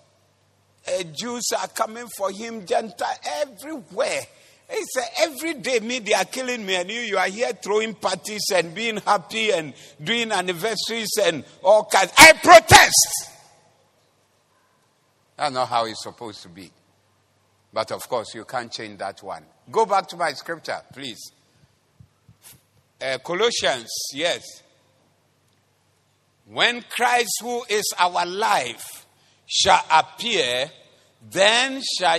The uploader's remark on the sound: Preached at the Doxa Service 16042023